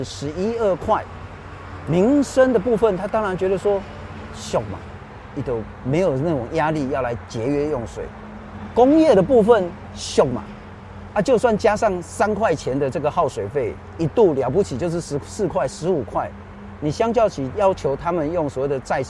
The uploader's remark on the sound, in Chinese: 雲林古坑乾旱現場